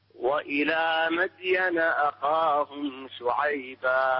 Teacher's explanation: قلقل الدال وفخم الخاء